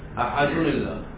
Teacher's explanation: فهنا صارت النون مكسورة بالتقاء الساكنين